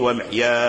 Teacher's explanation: فالألف وقع قبل الياء الساكنة، فيكون هذا مد لازم، مد مشبع لقالون ولورش ولقالون، لكن ورش هو أطول، كلهم يشبعان نافع، قالون وورش يشبعان المد، لكن إشباع مد ورش هو أطول من إشباع مد قالون على مراتب، لأن القراء في المد وهذا مراتب.